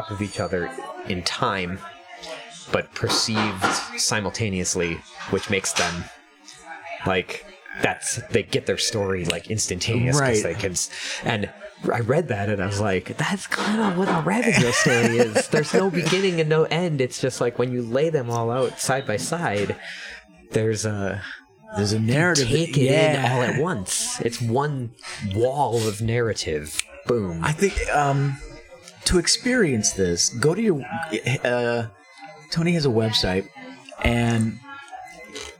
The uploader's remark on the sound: At the local coffee shop (please excuse the background noise).